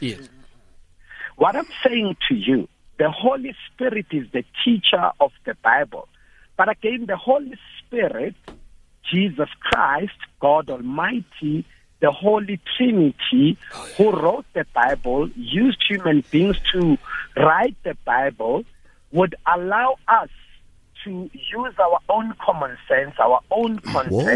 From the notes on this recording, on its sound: Guest in Studio. Guest on the phone.